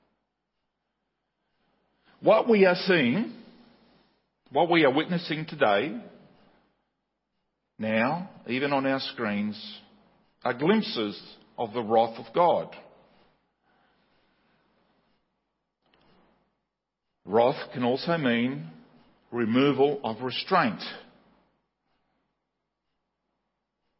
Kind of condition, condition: setting, large echoing room